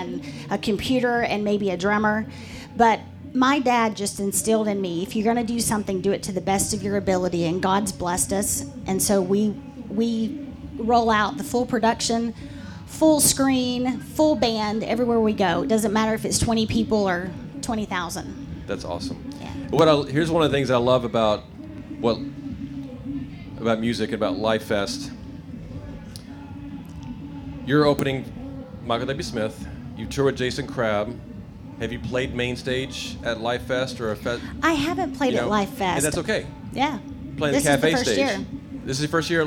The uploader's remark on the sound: In front of a live audience at Lifest music festival in Osh Kosh, WI.